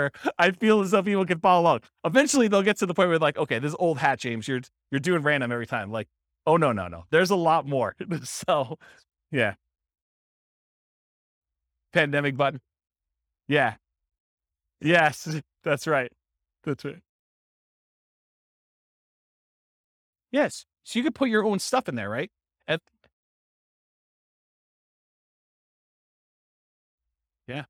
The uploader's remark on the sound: This was a live class recorded